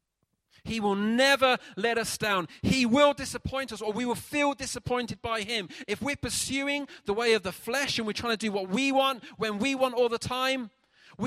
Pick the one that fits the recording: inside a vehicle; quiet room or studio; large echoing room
large echoing room